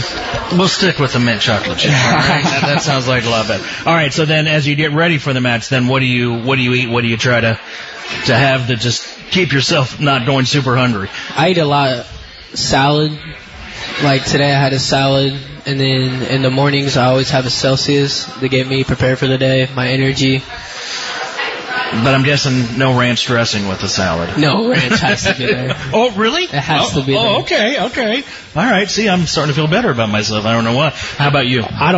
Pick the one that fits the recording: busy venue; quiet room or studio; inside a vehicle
busy venue